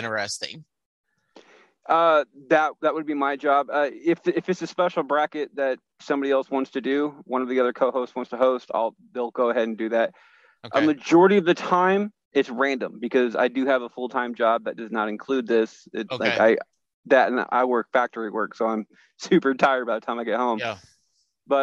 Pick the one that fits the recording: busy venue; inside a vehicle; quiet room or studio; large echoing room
inside a vehicle